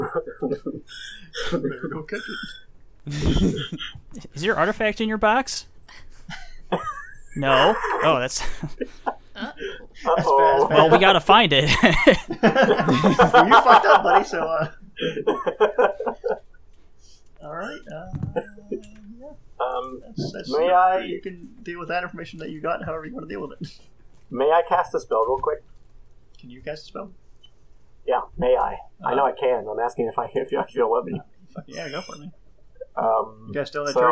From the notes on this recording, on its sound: Today's episode is riddled with some audio quirks, but we press on!